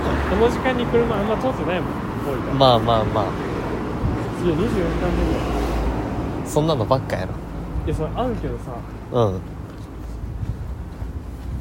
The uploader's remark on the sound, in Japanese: 京葉線 #幕張。思ったよりも車通りが多くて雑音が混ざっていますが。